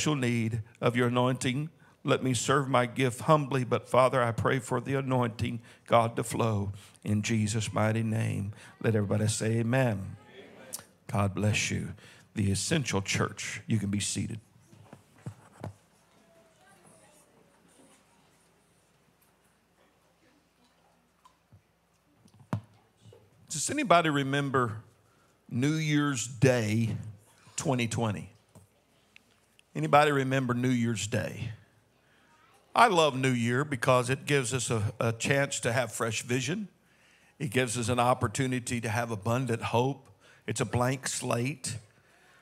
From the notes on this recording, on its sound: This message was delivered in the Sunday am service